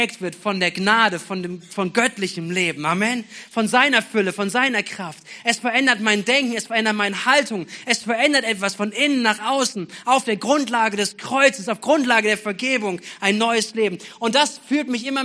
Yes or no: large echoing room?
yes